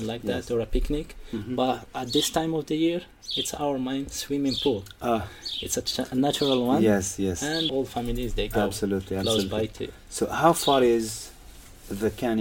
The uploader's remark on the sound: Labyrinth Kasbah is the scene for today's episode, recorded live on location from Dadès Valley itself, 200 miles from Marrakech in the shadow of the High Atlas.